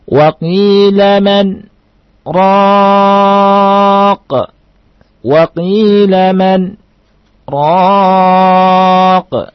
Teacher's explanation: Itu sakta di kalimat man, ya.